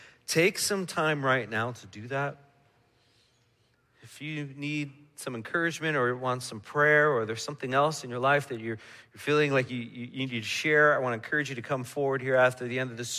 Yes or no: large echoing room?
yes